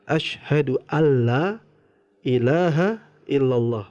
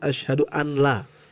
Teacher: Jadi memang kalau dalam tulisan itu ada huruf nun, nun mati bertemu dengan lam. Jadi kalau ada nun mati bertemu huruf lam dia langsung idgom kepada huruf lamnya jadi nunnya tidak terucap · Shown in: first take · maka kita ucapkannya ashadu alla ilaha illallah bukan ashadu anla karena dia idgom ya idgom bilaguna.